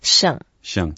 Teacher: Yeah, it's the fourth tone, so we go down.